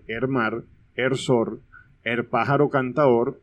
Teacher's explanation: se tiende a cambiar el artículo el por er